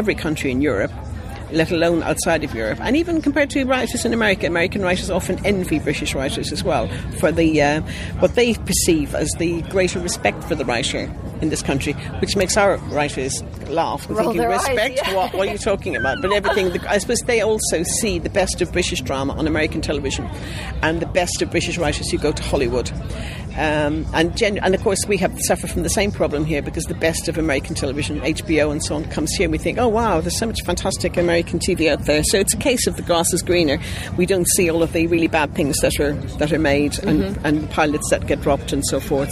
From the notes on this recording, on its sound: roving reporter for this year’s London Screenwriters’ Festival